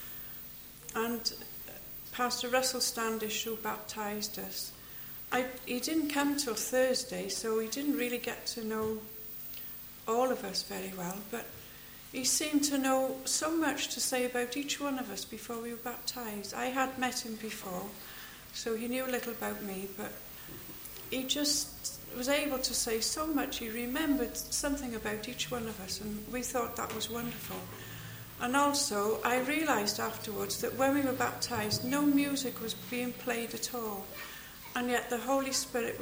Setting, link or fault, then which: setting, large echoing room